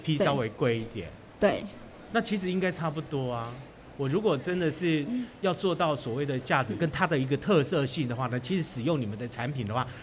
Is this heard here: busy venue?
yes